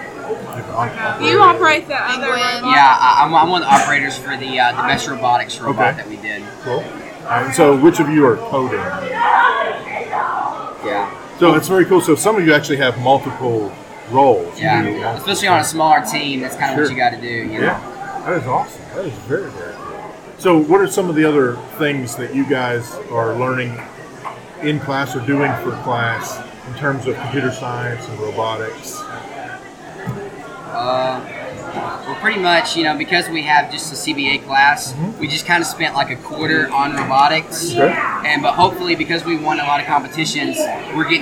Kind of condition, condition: setting, busy venue